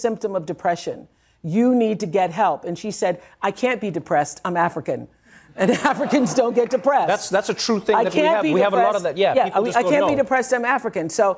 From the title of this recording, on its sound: Takes Questions from the Audience